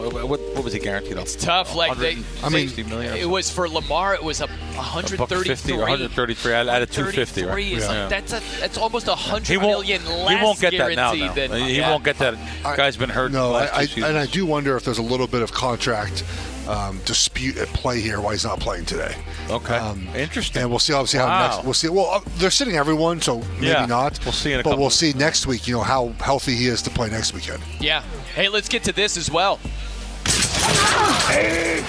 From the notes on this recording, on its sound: live from BetMGM's brand new sportsbook at Great American Ball Park in Cincinnati!